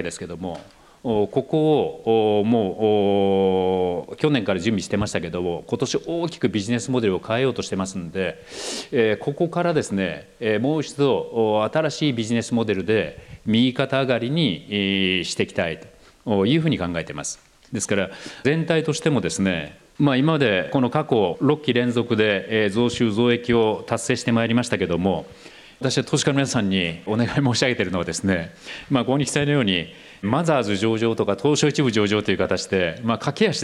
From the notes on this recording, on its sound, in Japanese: 東京・東銀座の時事通信ホールで行われた「ラジオNIKKEI 相場の福の神 注目企業ＩＲセミナー」から